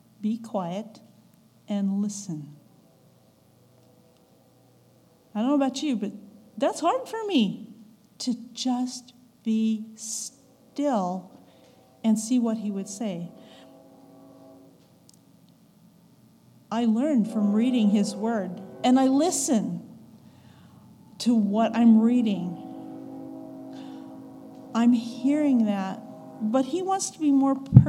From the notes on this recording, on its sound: recorded October 15, 2022, at the Ringgold Seventh-day Adventist Church